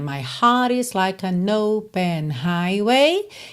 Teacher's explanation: Ele não enrolou o R e botou rarara no T.